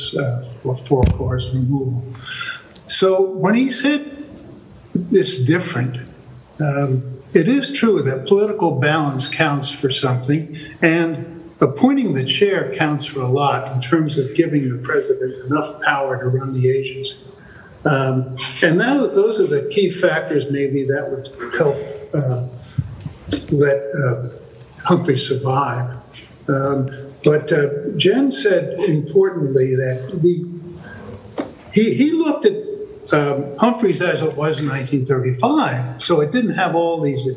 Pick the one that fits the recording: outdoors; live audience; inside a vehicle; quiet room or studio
live audience